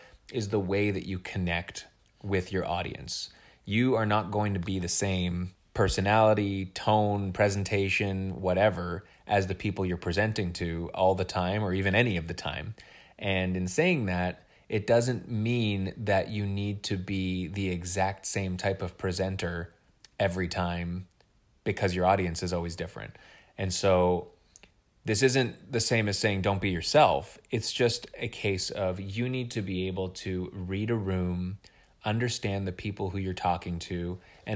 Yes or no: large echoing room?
no